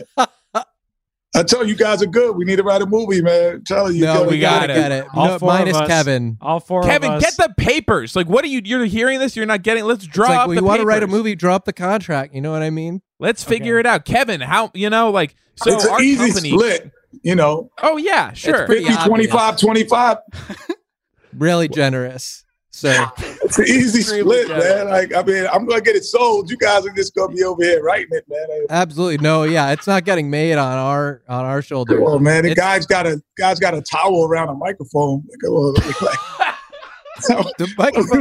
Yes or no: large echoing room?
no